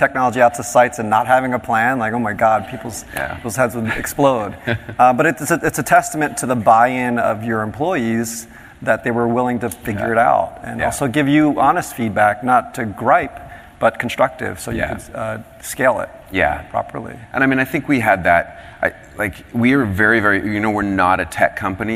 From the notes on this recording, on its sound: first presented at the 9th annual DPharm: Disruptive Innovations conference